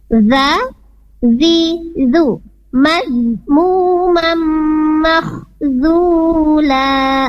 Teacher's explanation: untuk huruf zal sendiri itu ujung lidah diletakkan ke ujung gigi seri atas, letaknya atau posisi makhrajnya ada di sana.